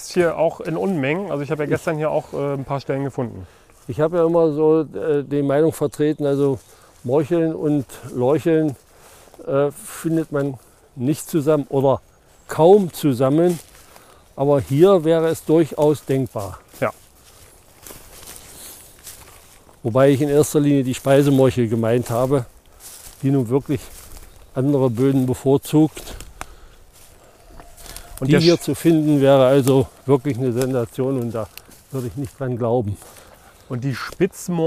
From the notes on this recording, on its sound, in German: Mit voller Vorfreude sind wir für diese Aufnahme in den Wald gegangen, um eine Stelle ausfindig zu machen. In einem kleinen, unscheinbaren Wäldchen ergab es sich, dass wir eine Stelle fanden.